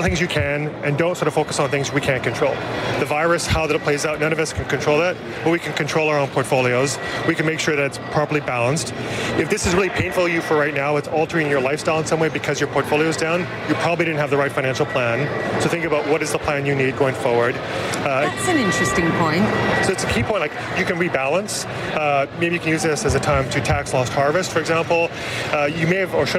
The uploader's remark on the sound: live from the New York Stock Exchange